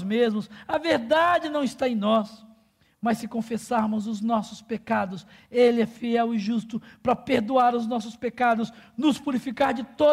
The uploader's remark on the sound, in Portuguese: durante a Celebração ao vivo da nossa comunidade